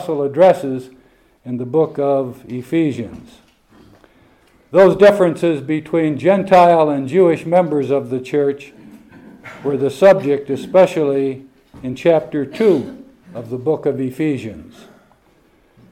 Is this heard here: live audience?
yes